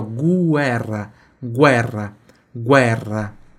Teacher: guerra, tem que ter o som do U ali